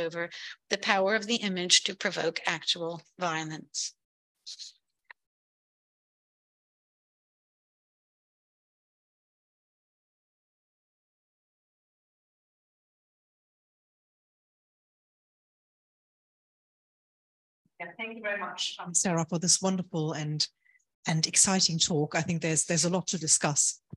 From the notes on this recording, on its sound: Lecture recorded at the German Historical Institute, 17 Bloomsbury Square London WC1A 2NJ